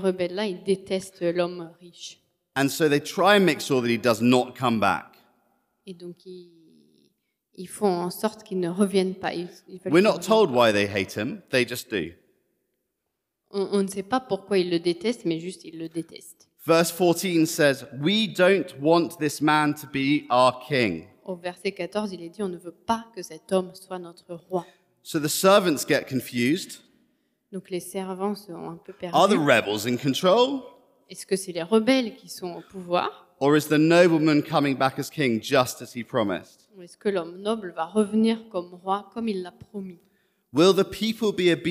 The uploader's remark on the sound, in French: Enregistré à l'église CVV